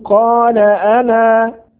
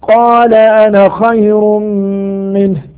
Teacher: هذه الألف تثبت وقفا وتسقط أو تحذف وصلا، فنقول قال أنا مد طبيعي بمقدار حركتين، وتحذف وصلا فنقول قال أنا خير منه.